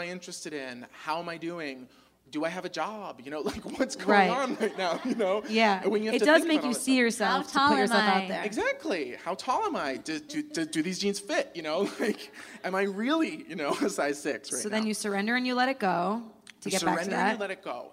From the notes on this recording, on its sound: TSR LIVE! at the Rialto Theater. Bringing their show to an Urban Outfitters and recording live at the historic downtown LA Rialto Theatre location!